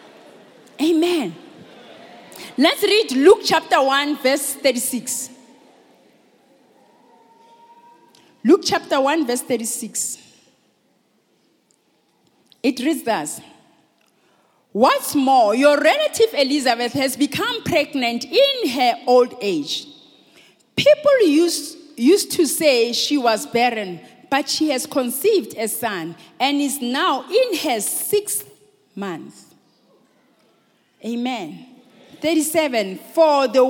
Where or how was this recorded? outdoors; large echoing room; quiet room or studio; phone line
large echoing room